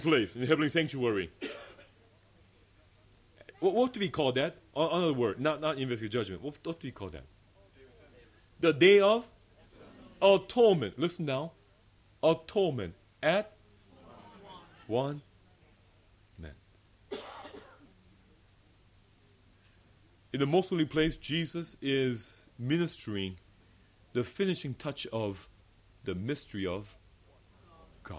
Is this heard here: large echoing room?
yes